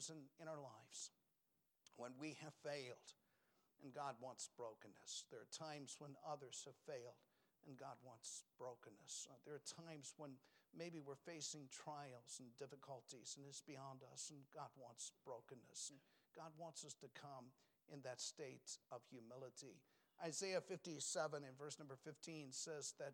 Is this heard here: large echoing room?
yes